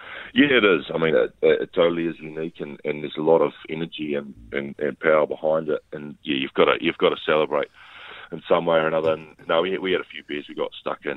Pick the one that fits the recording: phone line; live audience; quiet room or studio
phone line